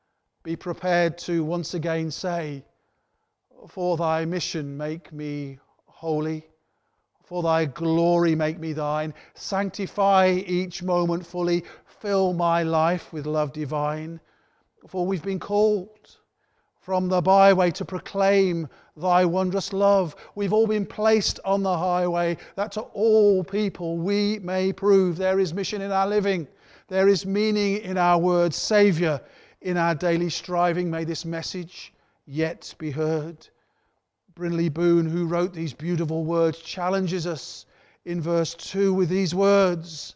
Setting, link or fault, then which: setting, large echoing room